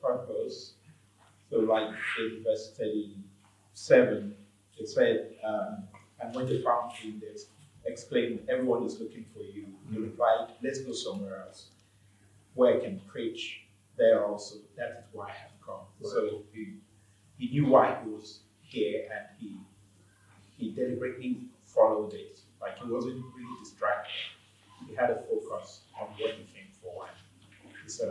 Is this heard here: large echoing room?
yes